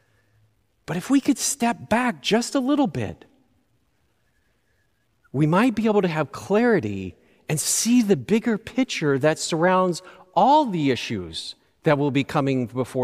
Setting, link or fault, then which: setting, large echoing room